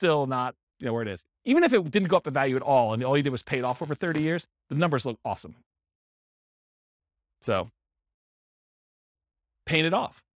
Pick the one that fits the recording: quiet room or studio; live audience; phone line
live audience